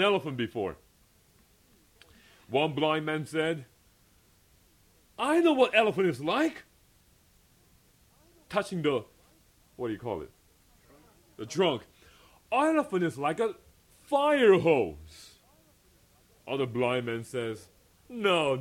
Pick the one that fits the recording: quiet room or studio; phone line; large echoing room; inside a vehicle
large echoing room